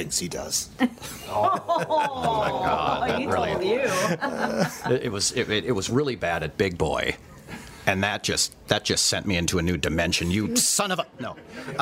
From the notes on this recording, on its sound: Record live with the entire Voice Over Cafe staff from Faffcon 5 : The Voiceover Unconference in Charlotte, NC! Voice Over Cafe from Faffcon: The Voiceover Unconference in Charlotte, NC. Record live with the entire Voice Over Cafe staff from Faffcon 5 : The Voiceover Unconference in Charlotte, NC!!